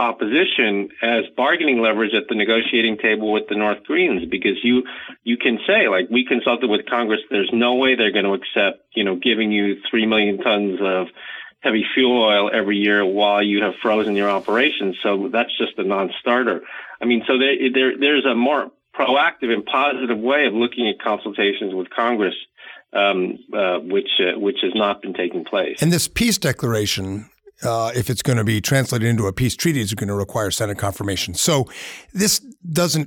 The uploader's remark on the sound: by phone